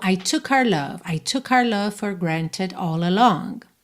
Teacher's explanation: essa palavra our, nosso, nossa, nossos, nossas, acaba ficando reduzida ao som da letra R